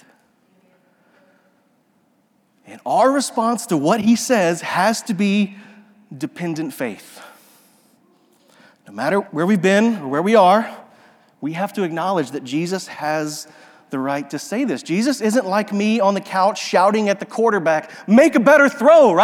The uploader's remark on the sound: This sermon audio was captured during a worship gathering at Restoration Fellowship in Memphis, TN.